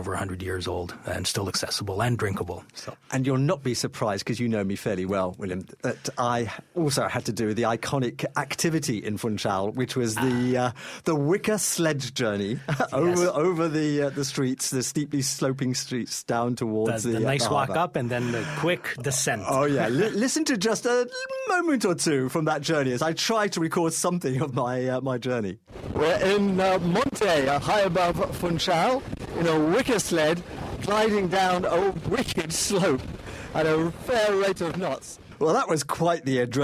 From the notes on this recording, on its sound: on location in Portugal exploring Lisbon and Madeira